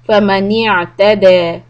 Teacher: make sure the عين with the سكون does not sound like a همزة